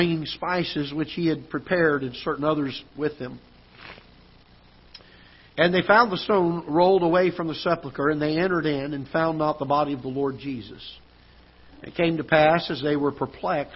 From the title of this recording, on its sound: Ketha Heights Baptist Church ~ Live Broadcast